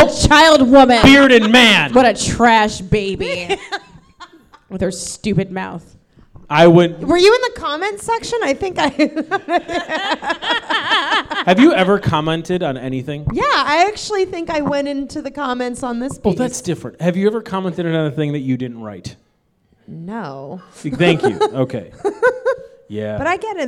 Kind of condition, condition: setting, live audience